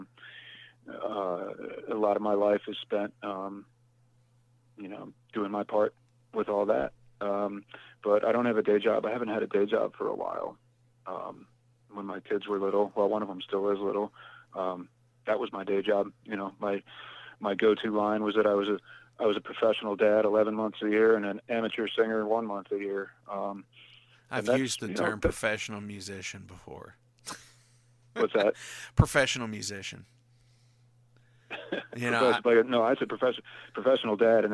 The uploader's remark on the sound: called into The Metal Forge